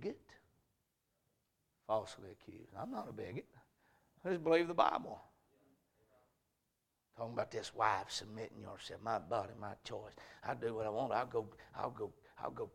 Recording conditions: large echoing room